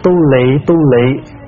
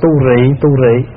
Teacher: ở ngoài Bắc là đa phần đọc chữ lị · Shown in: first take